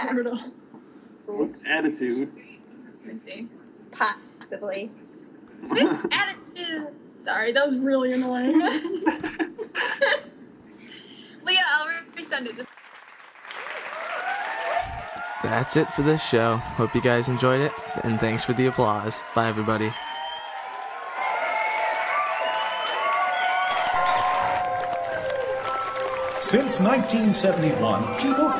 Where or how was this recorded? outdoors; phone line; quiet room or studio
outdoors